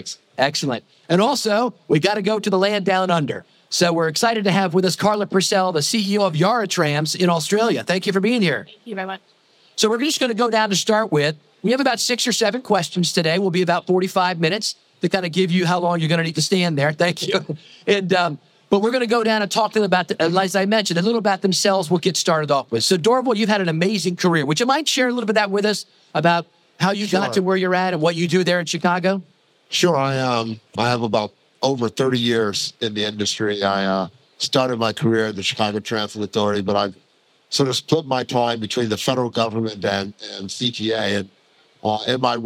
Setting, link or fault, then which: setting, busy venue